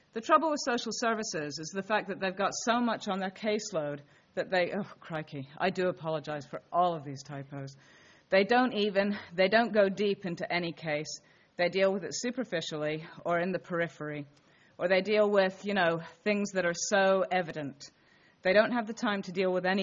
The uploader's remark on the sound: This talk was delivered at University of Leicester on Wednesday, 20 February, 2013.